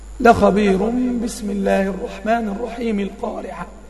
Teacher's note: ونتج عندي حكم التنوين اللي هو حكم الإقلاب اللي فيه غنة